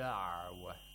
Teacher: Ayn is not a weak fricative. It's a fricative. It's a rather strong fricative.